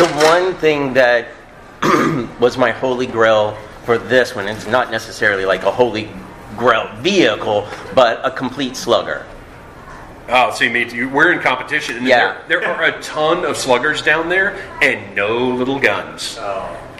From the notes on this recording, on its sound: This episode was recorded in front of a LIVE audience at JoeFest in Augusta, GA.